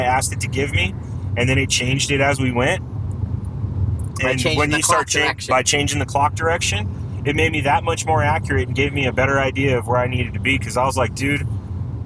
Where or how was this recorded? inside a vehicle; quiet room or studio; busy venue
inside a vehicle